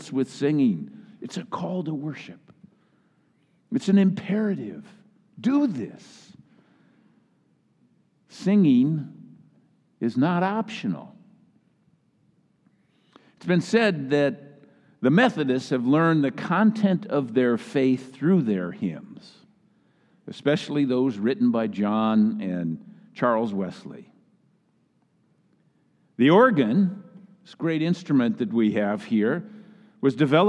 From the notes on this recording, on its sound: Message delivered during the Choir Sunday Celebration in the Traditional Worship Service.